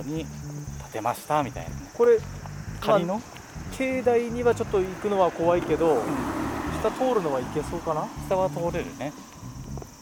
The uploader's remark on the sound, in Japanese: 鹿角市毛馬内でロケ収録。今回は秋田県鹿角市の毛馬内で街ブラしながら収録。